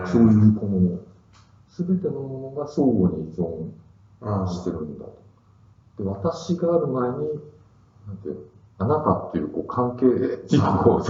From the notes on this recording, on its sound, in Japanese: 旧マイクで音声ややわるいです